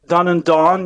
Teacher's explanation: they're historically different classes of vowels, but they're becoming the same in many parts of North America. · Term: merger